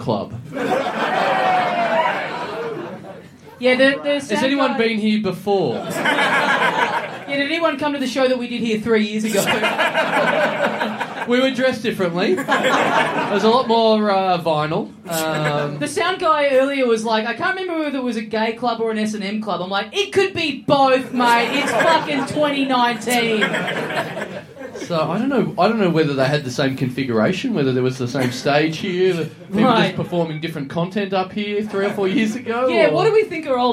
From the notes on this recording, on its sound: SYDNEY! Big live podcast and stand-up show.